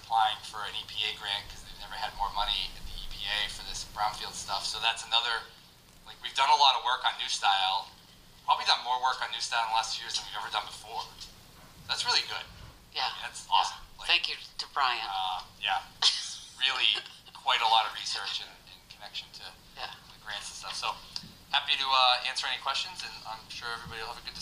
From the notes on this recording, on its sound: This session of the radio show shares the audio recording of the Economic Development Subcommittee. In the Council Chambers with all 4 members participating in the Council Chambers.